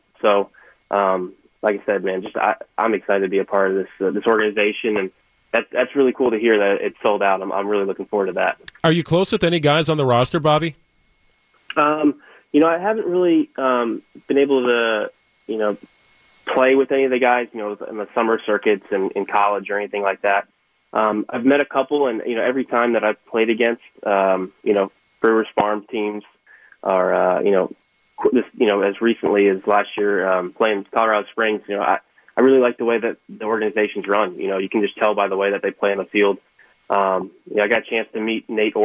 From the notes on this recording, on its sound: Hopped on the phone to talk.